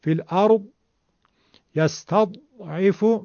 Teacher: پس برای زاد ساکن حداقل مثل زاد حجاز بگید تا صداش به گوش برسه، و الا اگر زاد ساکن به شکل مصری بگیم زاد صداش تو مخرجش حبس میشه. ببینید فی الارض یستضعف، میبینید که اصلا صدای زاد نیومد چون به صورت دال داریم تلفظ میکنیم. · Term: زاد مصری